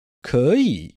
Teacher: 可 is rising, so you throw the ball up, and then 以, you catch it.